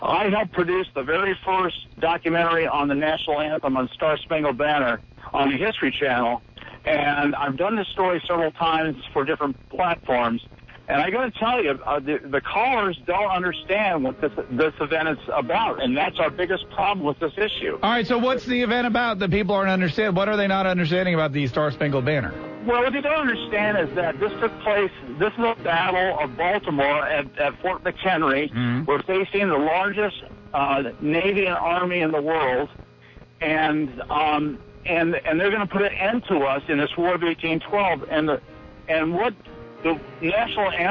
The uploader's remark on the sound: live in the studio as he takes your calls